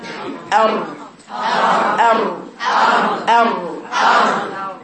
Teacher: مخرج الراء طرفي اللسان بيلزق في سقف الحنك وبيطرق بينهم فرجة، الفرجة دي هي اللي بخرج منها الإيه؟